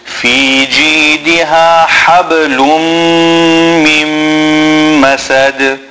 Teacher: Again we have the big ha. And because we're joining the ha to the ba, we will make qalqala on the ba